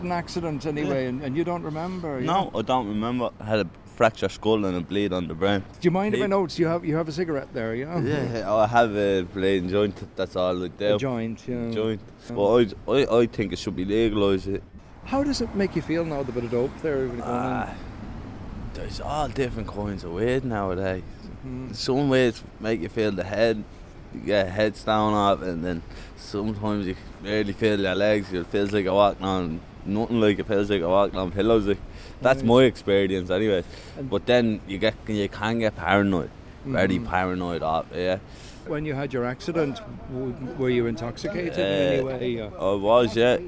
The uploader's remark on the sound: chats to people outside a Social Welfare office on Bishop Street in Dublin City Centre